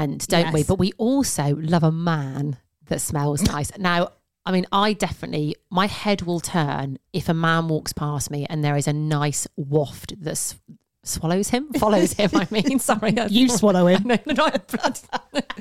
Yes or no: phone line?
no